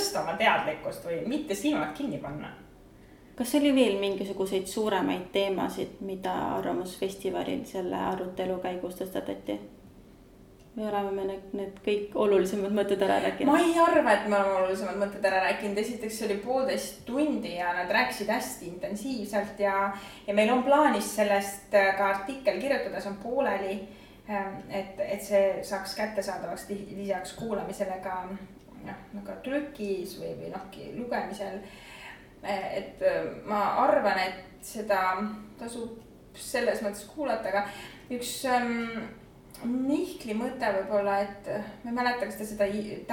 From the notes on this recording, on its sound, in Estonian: Arvamusfestivalil toimunud arutelu